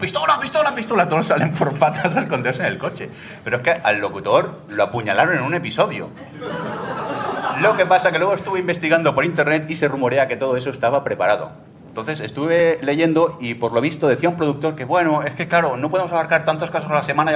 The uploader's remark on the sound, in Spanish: con un directo en Madrid desde las octavas Jornadas de Podcasting